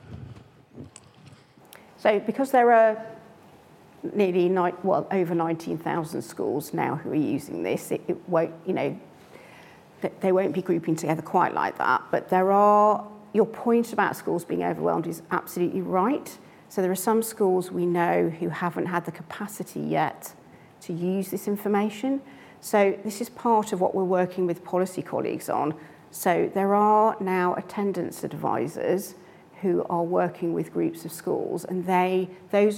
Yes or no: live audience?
yes